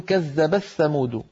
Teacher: فتدغم التاء في الثاء وهو أسهل